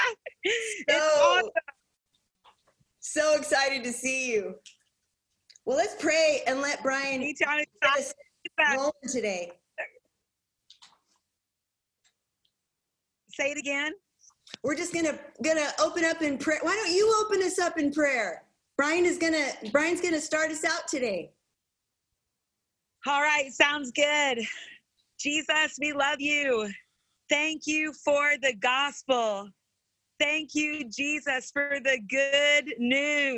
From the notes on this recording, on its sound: This podcast is from a series of weekly Brave Love Bible studies. Held over zoom.